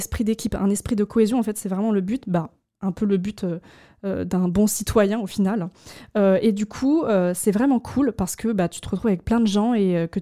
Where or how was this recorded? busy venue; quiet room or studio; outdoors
quiet room or studio